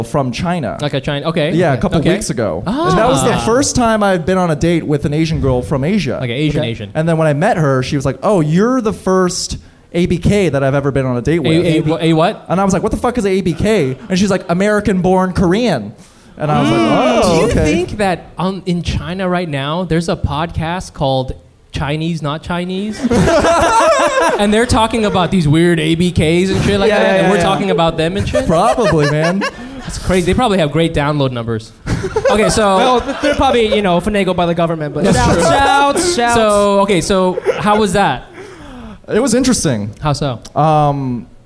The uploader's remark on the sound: We popped our live podcast cherries on 9/24/19